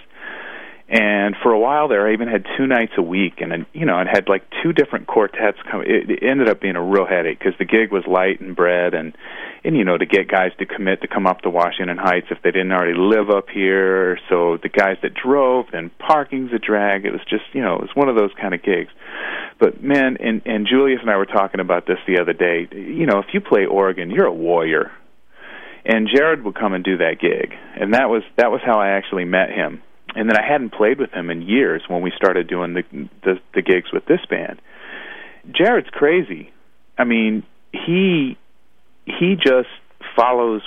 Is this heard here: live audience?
no